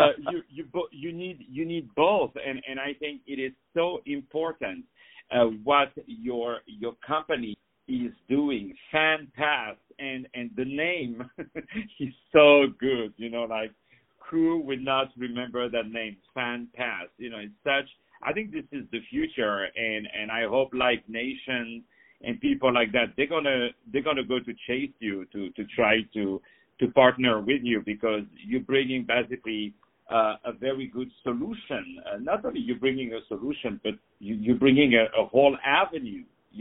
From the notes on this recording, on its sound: On the phone